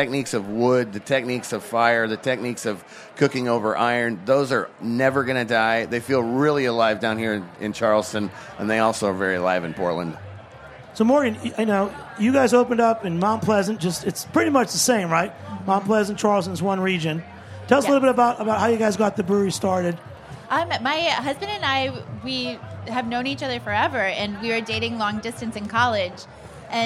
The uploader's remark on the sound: Broadcast from the Charleston Wine + Food Festival. Their kids very patiently hung out for their interview.